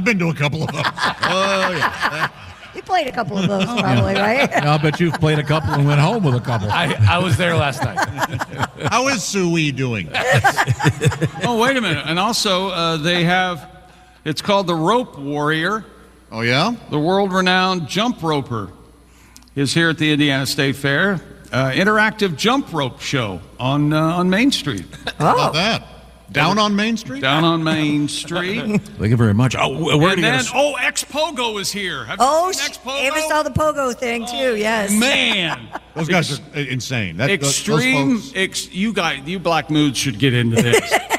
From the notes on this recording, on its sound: We're live from the Indiana State Fair